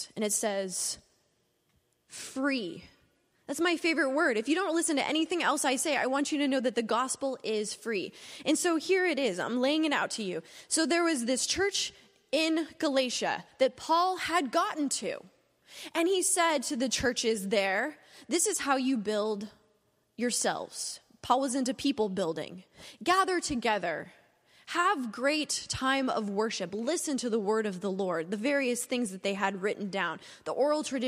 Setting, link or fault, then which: setting, large echoing room